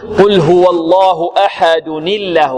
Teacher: إذن عندما نبتدئ بلفظ الجلالة نبتدئ بهمزة مفتوحة فنغلظ اللام لأن قبلها فتح، وإذا وصلنا ما قبلها بها التنوين هو نون ساكنة واللام الأولى ساكنة فالتقى ساكنان فكسرنا الأول فصار ما قبل اللام مكسورا فرققت لأجل ذلك اللام